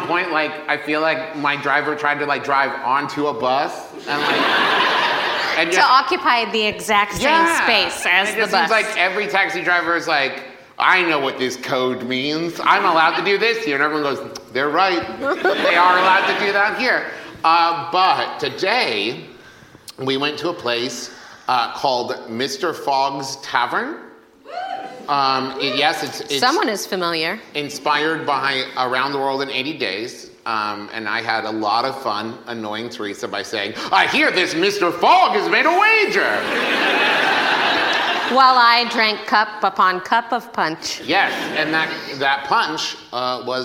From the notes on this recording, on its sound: Gin (LIVE at London Podcast Festival). LIVE recording from the London Podcast Festival.